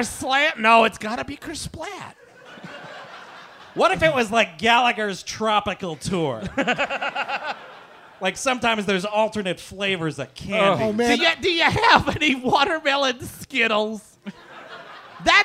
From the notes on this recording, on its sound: Live in Austin. Recorded at the North Door in Austin, Texas. The gang is live from Austin.